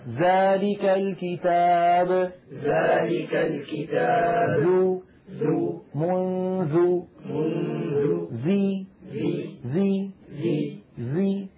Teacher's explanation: طرف اللسان على طرف الأسنان العليا. لا يصح أن يخرج الإنسان قسما من لسانه إلى الخارج هذا هذا لا تفعله العرب، وهو قبيح، قبيحا في النطق وقبيحا في الرؤية يعني. · الظاء والذال والثاء، هذه الثلاثة تخرج من طرف اللسان ومن أطراف الثنايا العليا، يعني أطراف الأسنان العليا، طرف اللسان على طرف الأسنان. · Term: الحروف اللثوية